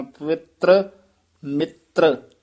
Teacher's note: ਇਹ ਪਵਿੱਤਰ ਮਿੱਤਰ ਰਾਰੇ ਪੂਰੇ ਨਹੀਂ ਬੋਲਣੇ, ਜਿਸ ਤਰ੍ਹਾਂ ਬੋਲਿਆ ਗਿਆ ਇਸ ਤਰ੍ਹਾਂ ਹੀ ਉਚਾਰਨ ਕਰਨਾ।